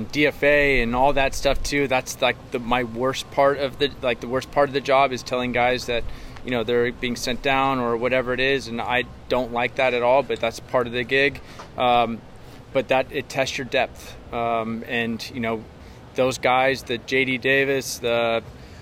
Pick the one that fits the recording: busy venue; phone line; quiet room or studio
busy venue